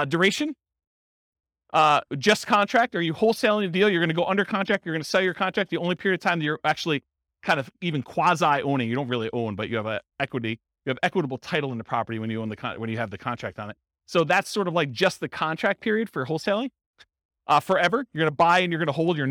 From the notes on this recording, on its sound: Real estate entrepreneurs in Elgin, Illinois. This was a live class recorded to give investors a solid qualitative overview of all the different real estate investing strategies.